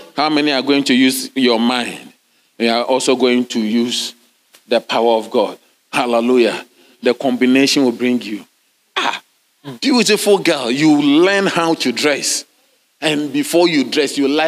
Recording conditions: large echoing room